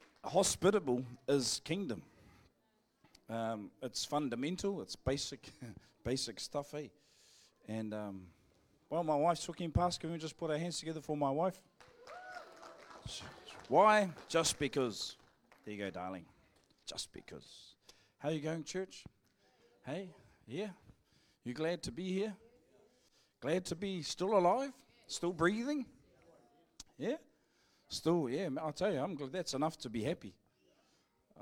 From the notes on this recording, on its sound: Live from IwiTapu Destiny Church Hawkes Bay.